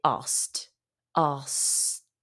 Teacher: we often don't pronounce the K in this case